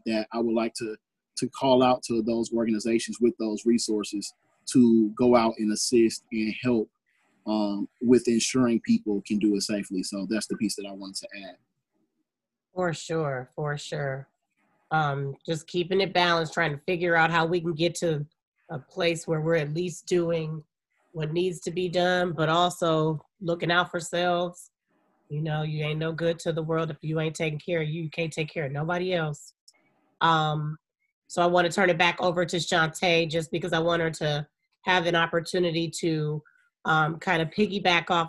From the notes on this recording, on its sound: host a zoom on facebook live